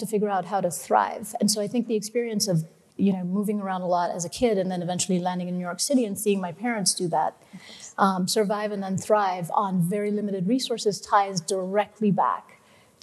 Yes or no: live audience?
yes